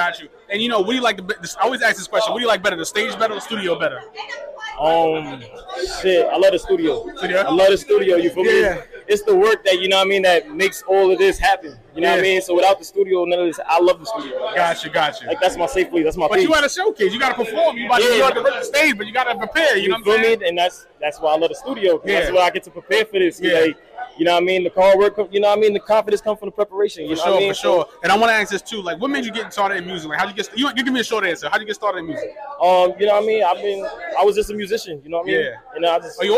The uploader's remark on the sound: live at the Tunage Showcase